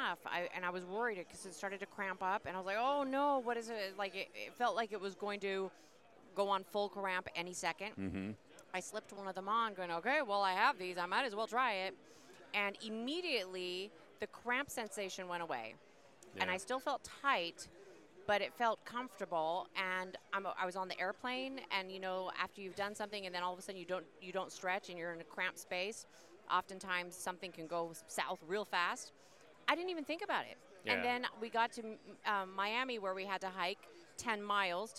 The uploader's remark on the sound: LIVE from #SBLIV Radio Row!